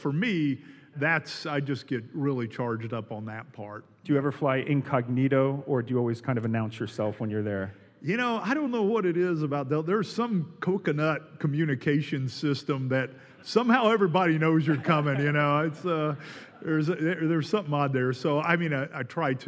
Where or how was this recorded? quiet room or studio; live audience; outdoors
live audience